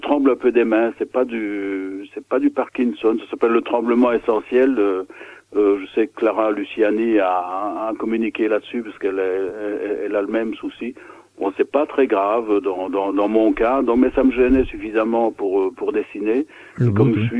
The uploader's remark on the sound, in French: reçoit par téléphone